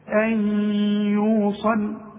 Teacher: ده إدغام، إدغام بغنة، وكأن الياء عليها شدة